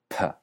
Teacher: En ese sistema llamado Pinyin, se usó la letra B para lo que antes se escribía con P, y que en realidad es un sonido entre P y B, P, y se reservó la P para una P aspirada